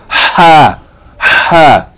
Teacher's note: It is similar to, they said, similar to the H in hand, but articulated with greater force.